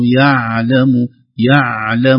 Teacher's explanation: يعلم يعلم بدون قلقلة في العين